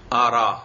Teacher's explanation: इसी तरह बाब इफ़ाल में अगर आइए तो आर आ पढ़ेंगे, माजी जो है आर आ, जाब्ते के मुताबिक तो आर आ होना चाहिए, आ करामा आर आया, लेकिन यहां क्या पढ़ेंगे आरा, हमजा को गिरा देंगे और इसकी हरकत किसको दे देंगे रा को, तो यहां आरा पढ़ना वाजिब। इसी तरह यूरी, ये असल में क्या था यूर ई था, तो इसको यूर ई नहीं पढ़ेंगे बल्कि क्या पढ़ेंगे यूरी, हमजा का कसरा रा को देकर हमजा को हजफ करना वाजिब है।